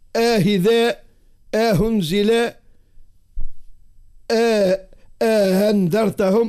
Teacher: يسهلوا بين وبين الهاء في الأنواع الثلاثة: آهذاء، آهنزلاء، آهندرتهم، هكا بين الهمزة والهاء. · Term: التسهيل